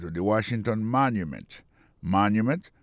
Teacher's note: Si n'a mettez accent sur accent encore, on apprend que mot Washington là, accent tombé sur première syllabe là. Pour mot monument, il tombé sur première syllabe là.